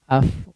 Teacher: yang digunakan adalah ketika mengucapkan huruf fa adalah bibir bagian dalam ya, bukan bagian depan. Af, nggak ada orang mengucapkan huruf fa itu menggunakan bibir bagian depannya, ya.